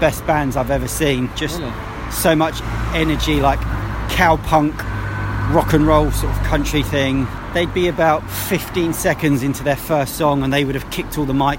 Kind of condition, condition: setting, outdoors